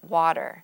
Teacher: If we take a word like water, we tend to say it water, making that T sound sound more like a D, or what we call a flap